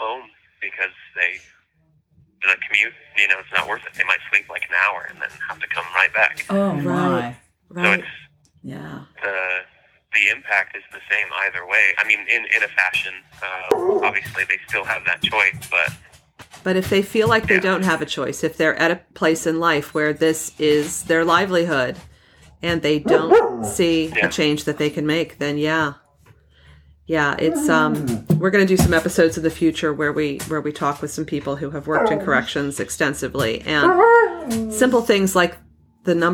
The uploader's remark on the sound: Phone interview. Incarcerated friend.